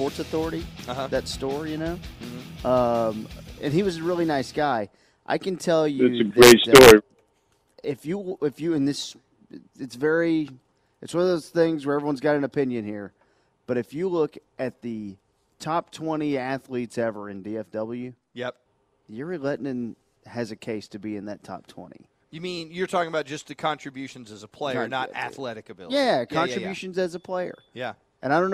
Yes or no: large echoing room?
no